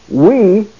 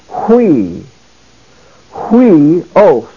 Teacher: But since it's a diphthong, the H sound is pronounced in front of the diphthong. · Shown in: second take · So instead of it being we, it's hui. · Term: rough breathing mark